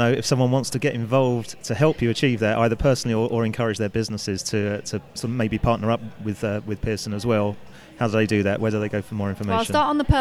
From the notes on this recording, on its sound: Recorded at PRWeek's PR360 conference